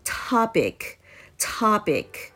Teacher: 最初の T の音なんですがこれは息を強く吐きましょう · IPA: /ˈtɑːpɪk/